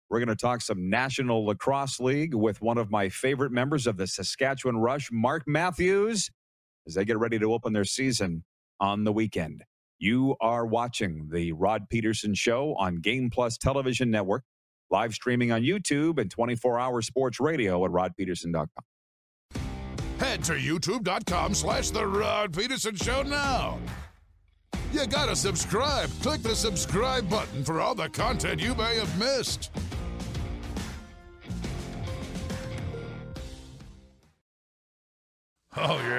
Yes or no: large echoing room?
no